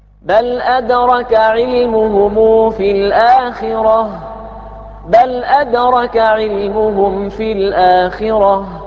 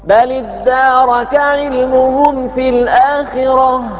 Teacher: الباقون اللي هو ابن كثير وأبو عمر بهمزة قطع بل أدرك بهمزة قطع وعندئذ لا تكون الدال مشددة · Shown in: first take